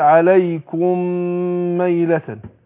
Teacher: فادغمنا الميم الاولى في الميم التانية · Term: ادغام مثلين صغير